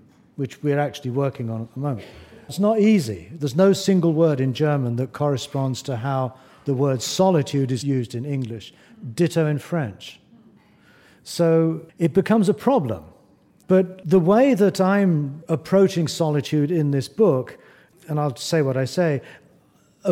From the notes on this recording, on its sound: In front of a live audience.